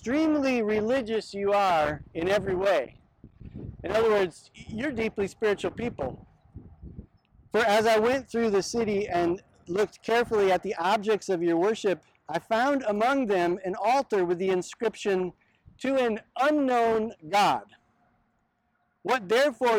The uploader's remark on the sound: This sermon was filmed on location at Oheyawahi/Pilot Knob in Mendota Heights, MN.